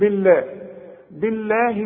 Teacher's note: ما دام الباء مكسوره لفظ الجلاله مرقب